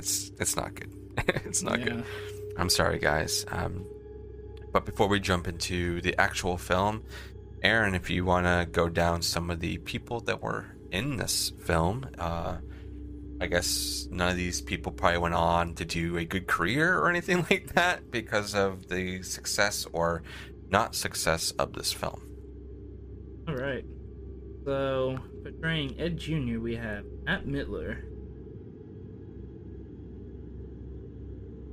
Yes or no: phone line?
no